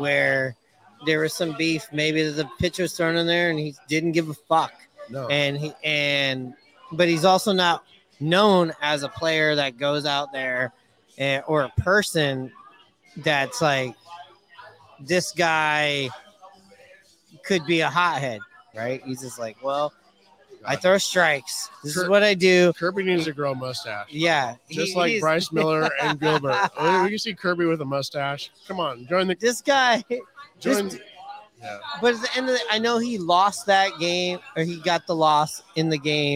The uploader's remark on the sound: Live from Hooverville Bar!